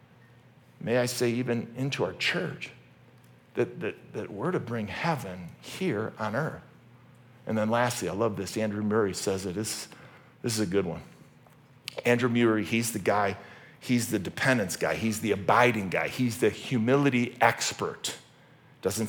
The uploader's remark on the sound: originally preached at Highpoint Church on Sunday, May 7, 2023